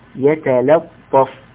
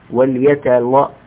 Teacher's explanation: راعي ترقيق اللام الأولى والثانية · Shown in: first take · وليتلطف، والثانية تحتاج مزيد عناية منك.